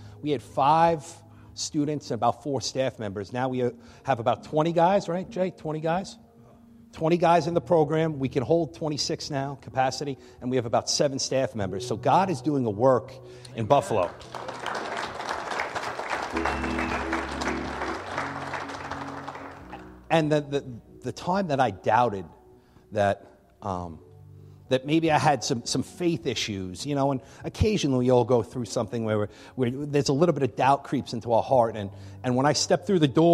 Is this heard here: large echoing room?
yes